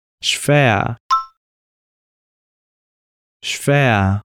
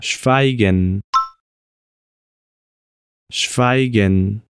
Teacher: o som do SCHW, que era uma espécie de SH, como em chuva, e um F logo em seguida.